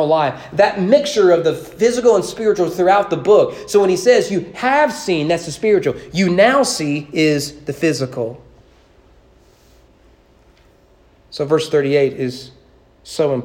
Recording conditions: large echoing room